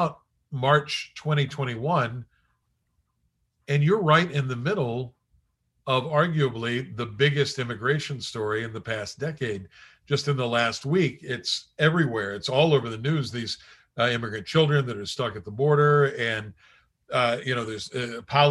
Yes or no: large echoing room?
no